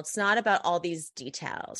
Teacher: She has a real bad vocal fry.